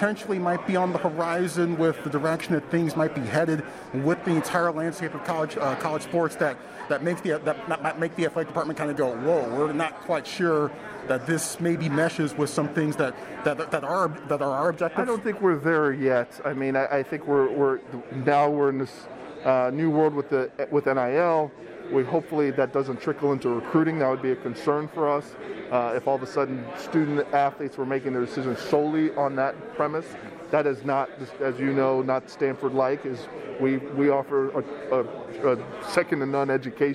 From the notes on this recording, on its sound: Live From Media Day. Pac-12 Football Media Day.